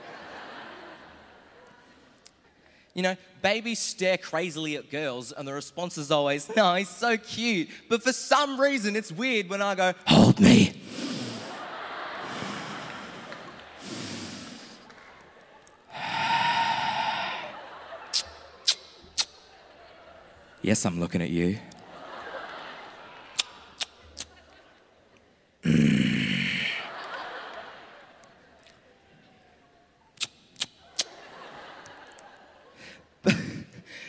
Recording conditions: live audience